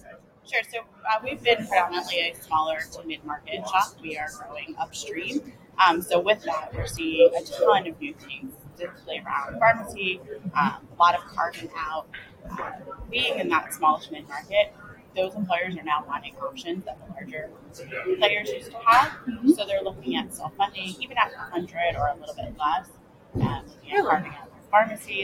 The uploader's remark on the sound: Live at the SIIA 2022 Engage Conference